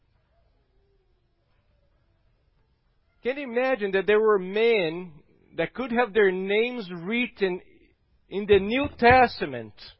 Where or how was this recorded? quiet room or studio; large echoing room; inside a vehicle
large echoing room